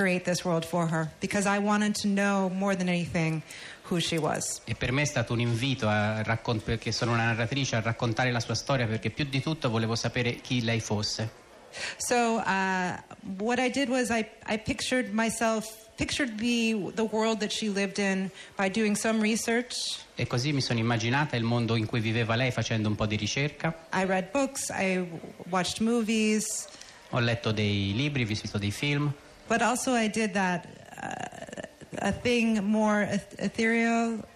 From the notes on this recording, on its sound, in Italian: Fahrenheit al Festivaletteratura di Mantova.